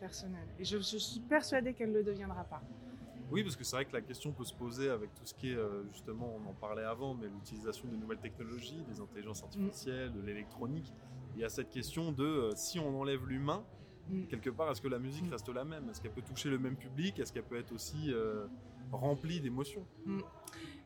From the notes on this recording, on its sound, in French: Nous nous retrouvons au festival Chorus. Ce podcast a été enregistré pendant le festival Chorus des Hauts-De-Seine 2023 au SeineLab. Le SeineLab est un lieu d’exploration, d’expérimentation, de découverte et d’apprentissage autour du son via des univers numériques, nouvellement ouvert depuis le mois de janvier 2023 à La Seine Musicale.